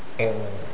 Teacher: You see how the noon is trying to come out from the nose? Now say inna for a few seconds and then plug your nose.